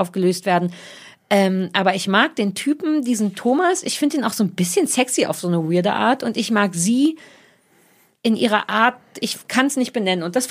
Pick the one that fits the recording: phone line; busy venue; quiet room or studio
quiet room or studio